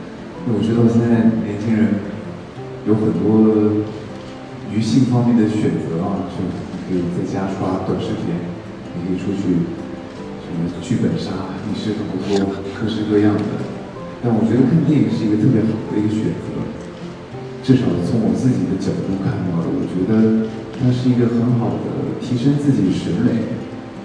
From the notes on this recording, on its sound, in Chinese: 这也是我们作为受邀媒体带回来的现场的声音